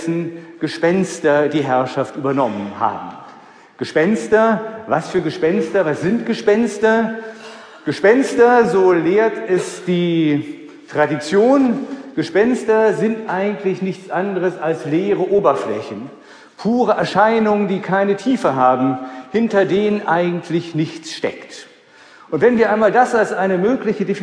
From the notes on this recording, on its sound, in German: Vortrag beim Heiligenfeld-Kongress 2016. Livemitschnitt beim Heiligenfeld-Kongress 2016 "Spiritualität im Leben".